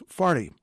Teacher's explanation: Some, but not all, St. Louisans use a hard A in which horse becomes harse and the number 40 becomes farty